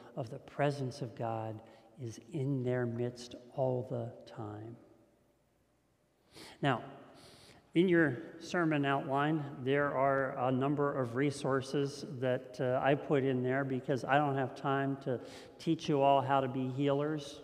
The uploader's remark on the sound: This message was first preached on May 30th 2021 at Linglestown Life Church in Harrisburg PA.